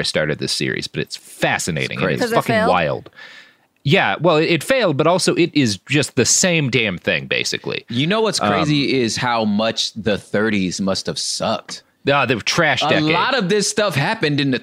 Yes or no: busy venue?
no